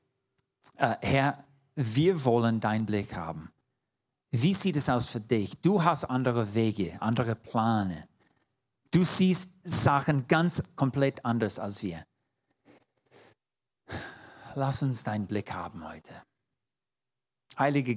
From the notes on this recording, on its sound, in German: 2022 in der Gemeinde Kaleo Schopfheim aufgenommen.